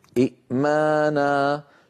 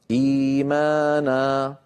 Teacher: تبدل الهمزة الثانية ياء · Shown in: second take · فتصير أيها الإخوة إيمانا. · Term: مد البدل